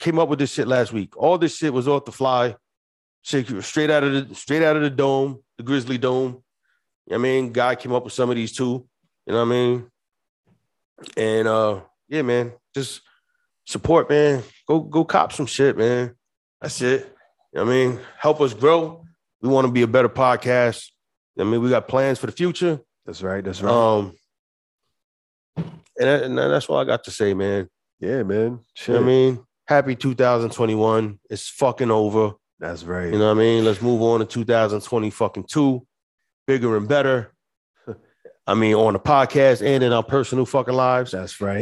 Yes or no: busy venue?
no